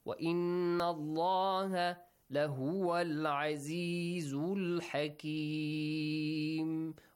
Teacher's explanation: the letter lam in the word Allah is pronounced heavily